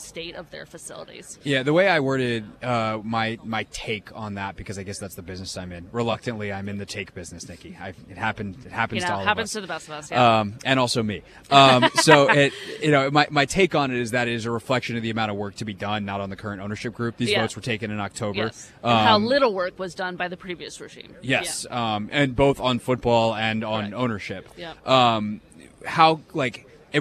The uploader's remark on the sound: live from the NFL Combine